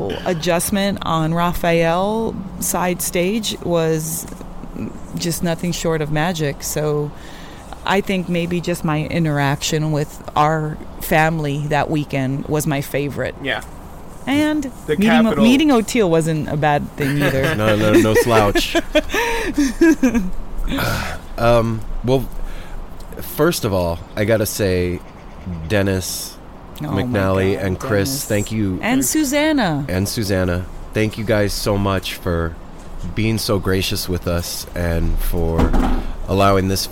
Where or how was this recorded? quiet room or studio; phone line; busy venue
busy venue